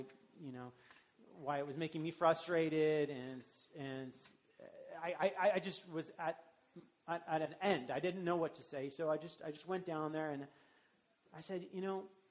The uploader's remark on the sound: This message was delivered during the traditional Worship service.